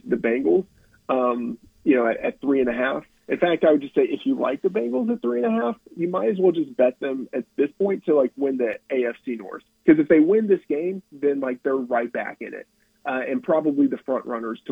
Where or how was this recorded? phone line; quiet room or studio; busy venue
phone line